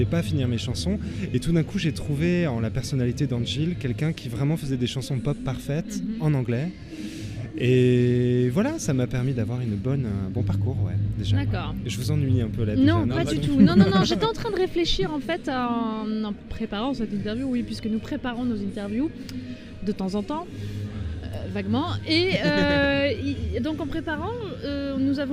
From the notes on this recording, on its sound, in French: C'était lors du 4 ème Festival des Jours de Fêtes ! C'était lors du 4 ème Festival des Jours de Fêtes !